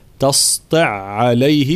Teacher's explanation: في قوله تعالى ذلك تأويل ما لم تستع عليه صبرا، كلمة تستع هنا جاءت بحذف التاء لأنها أصلها تستطع، ولكن هنا حذفت التاء فقرأت تستع عليه، ثم العين الأولى ساكنة في كلمة تستع وبعد عين متحركة، في حكم هنا الإدغام ندغم العين الأولى في العين الثانية فتصيران عينا واحدة مشددة